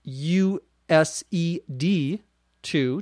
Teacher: Well, it's hard to hear the difference because the D and the T come together when we pronounce it quickly